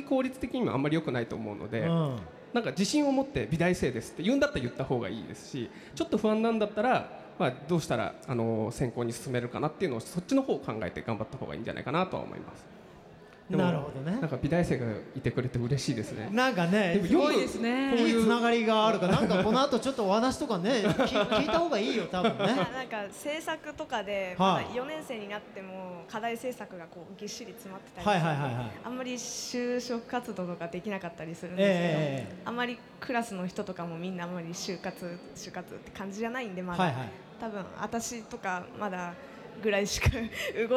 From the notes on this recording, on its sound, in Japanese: 就職イベントPREMIUM CAREER FORUM。国内最大級の就職イベントCareer Forumでおなじみ株式会社ディスコ主催のPREMIUM CAREER FORUMで「シューカツの王」初の公開収録を決行！